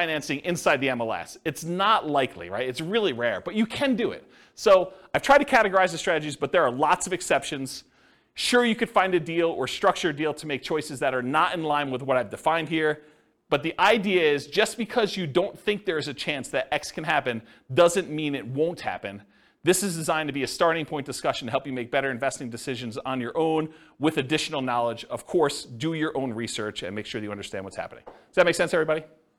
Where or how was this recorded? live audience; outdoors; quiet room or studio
live audience